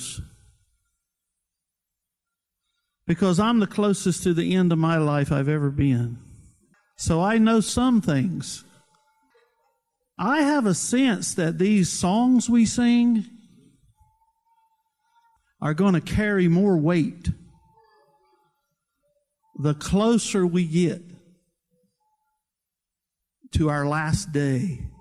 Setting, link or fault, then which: setting, large echoing room